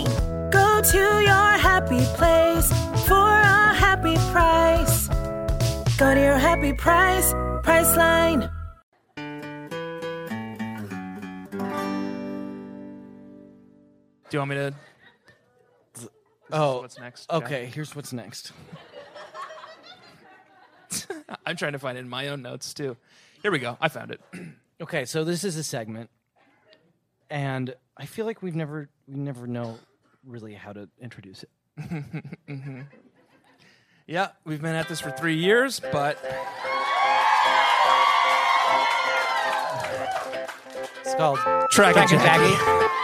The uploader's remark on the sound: Live at Littlefield in Brooklyn, NY. This is the first (and therefore, currently, best) BSCC live show!